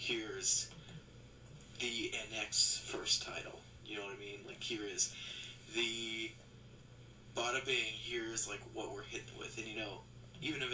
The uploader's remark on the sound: I apologize for the audio quality i had recorded this on an old format that wasnt compatible so i had to jump through some hoops to get this audio for live.